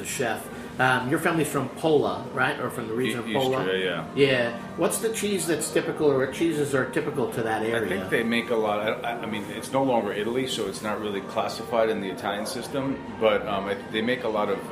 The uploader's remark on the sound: records a special episode of Cutting the Curd on location at Eataly New York.